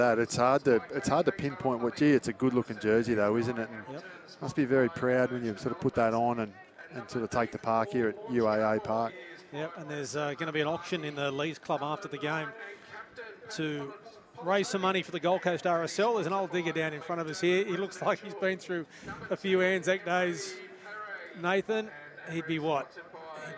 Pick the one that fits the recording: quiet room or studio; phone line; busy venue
busy venue